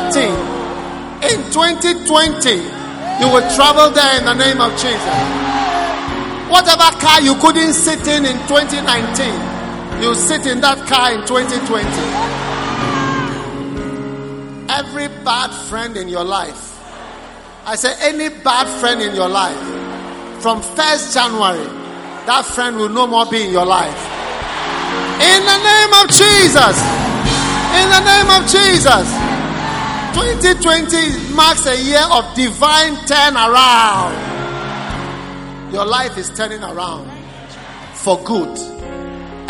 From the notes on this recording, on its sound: Preached at the Prophetic Encounter Service.